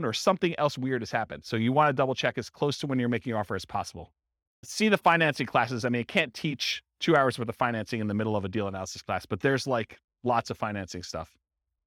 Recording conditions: live audience